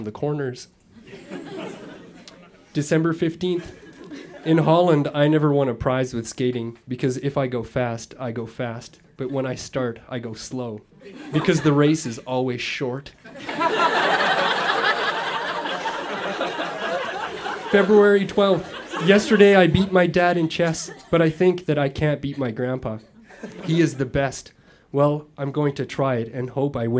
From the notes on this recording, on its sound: Recorded live at the Bytown Tavern in Ottawa, Ontario.